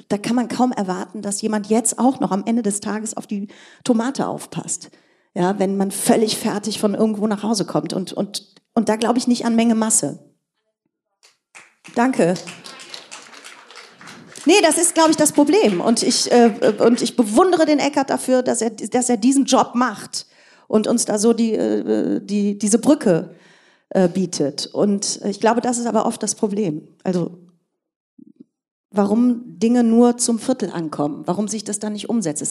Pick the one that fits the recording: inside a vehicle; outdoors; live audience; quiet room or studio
live audience